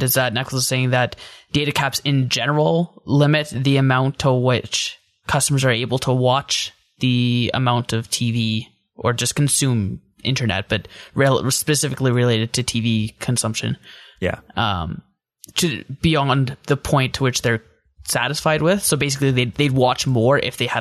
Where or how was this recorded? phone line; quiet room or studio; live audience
quiet room or studio